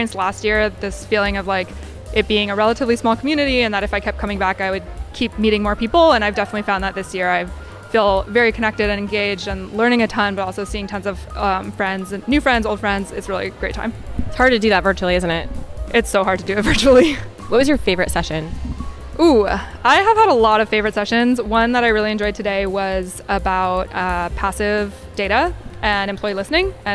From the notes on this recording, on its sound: A Marathon of Conferencing at SIOP 2023. Interviews attendees and presenters at the 2023 Annual Conference of the Society for Industrial and Organizational Psychology, held in Boston.